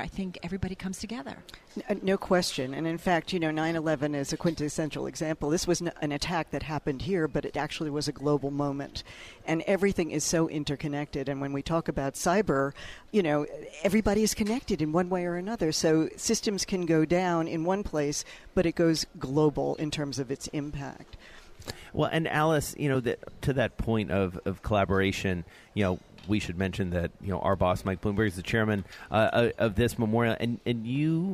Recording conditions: busy venue